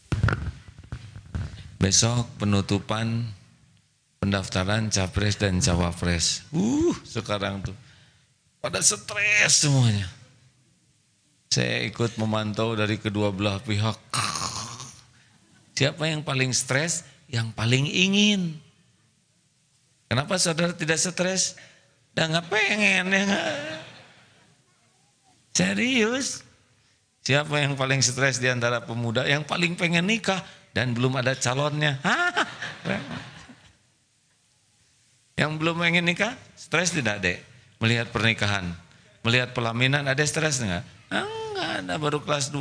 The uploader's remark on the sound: Live dari Masjid Daarut Tauhiid Bandung